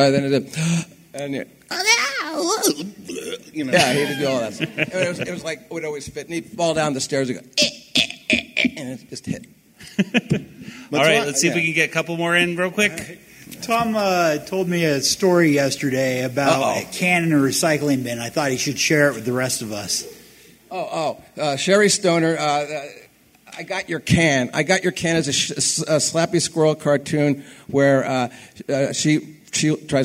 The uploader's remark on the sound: Today's episode features audio from the Animaniacs panel at FanX! Has some great questions from the audience.